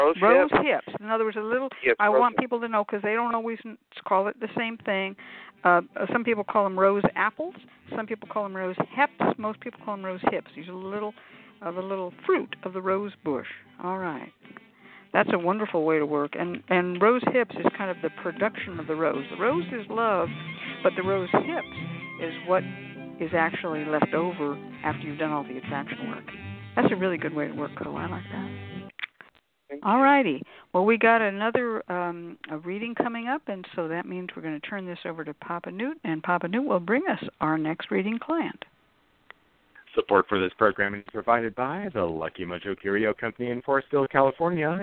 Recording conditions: phone line